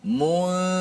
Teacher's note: nun itu hanya disembunyikan di sisi huruf huruf ikhfa